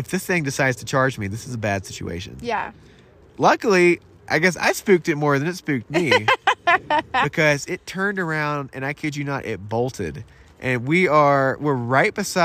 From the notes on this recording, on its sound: We are recording from our tent in the middle of the CO frozen backcountry ON the Colorado Trail.